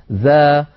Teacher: والذال حرف مستفل، لأنها ليست من حروف خص ضغط قض فلا استعلاء ولا تفخيم في الذال